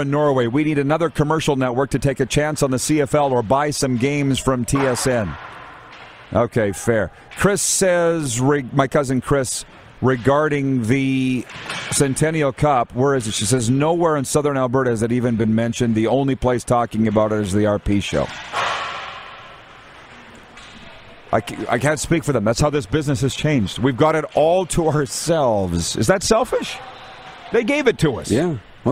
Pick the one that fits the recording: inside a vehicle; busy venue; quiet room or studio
busy venue